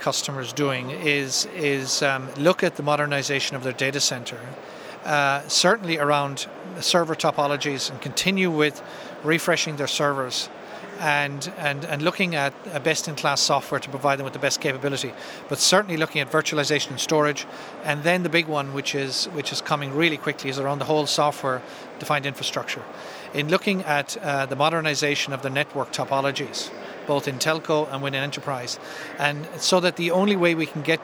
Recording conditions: busy venue